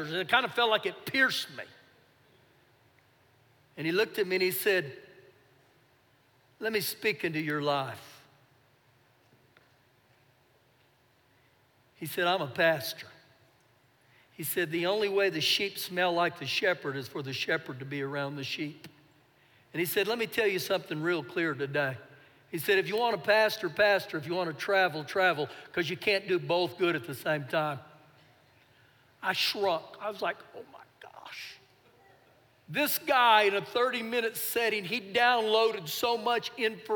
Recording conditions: large echoing room